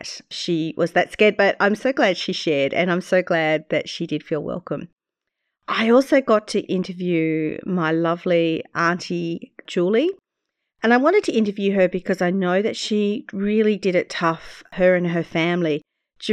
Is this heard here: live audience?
no